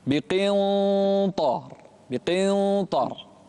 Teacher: فخم الإخفاء لمناسبة الطاء بعدها